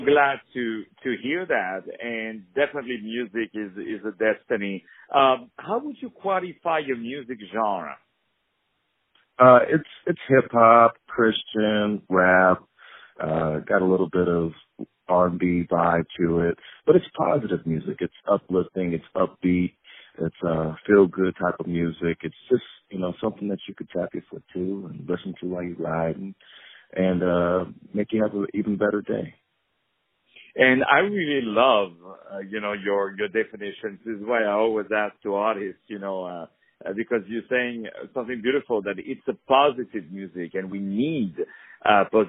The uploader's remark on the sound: On the phone